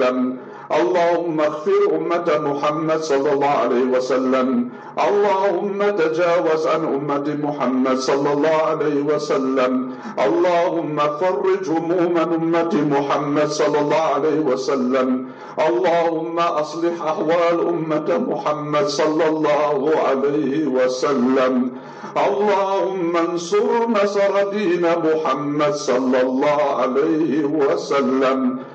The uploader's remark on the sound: LIVE FROM JAAM'AH DARUL ULOOM NEWCASTLE